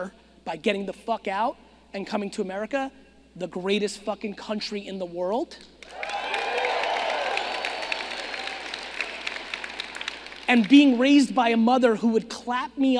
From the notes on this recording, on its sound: a keynote I gave back in 2018 in Phoenix, Arizona!